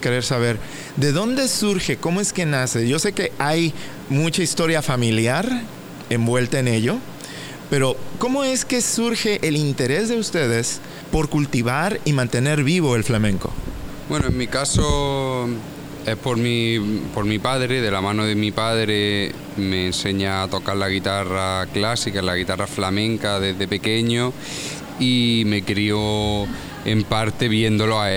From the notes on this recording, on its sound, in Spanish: una conversación grabada tras bastidores, previa a su presentación en New City Brewery in Easthampton, MA